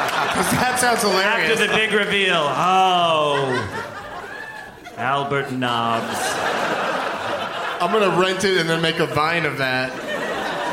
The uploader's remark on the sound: Live from the Gramercy Theatre in New York